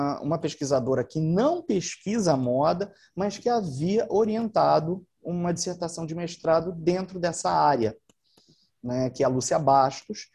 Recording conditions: video call